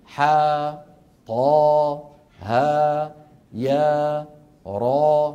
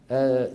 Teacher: ينطق كل منها على حرفين، ثانيهما حرف مد. إذن على حرفين مو ثلاثة، ويمد بمقدار حركتين مدا طبيعيا